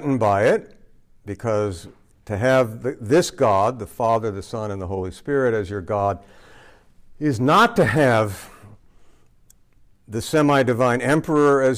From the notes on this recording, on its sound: This lecture was given on August 29, 2023, at Mississippi State